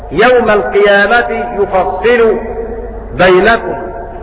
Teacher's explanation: بضم الياء وتشديد الصاد مكسورة